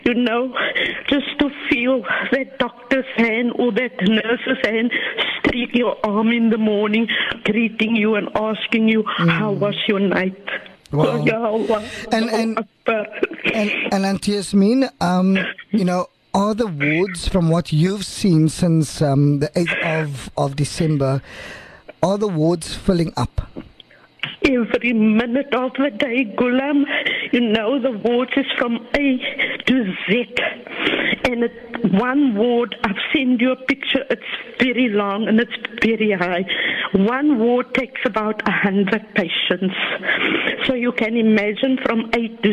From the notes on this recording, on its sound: Those were the emotional words of a regular VOC listener who called into the show this morning.